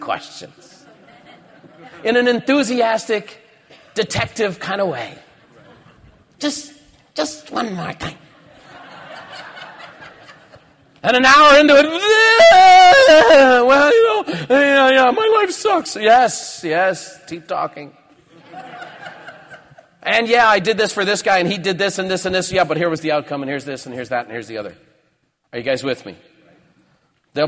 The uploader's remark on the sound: recorded at Buffini & Company’s The Peak Experience seminar